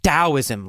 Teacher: So it's spelled with a T, but pronounced as a D.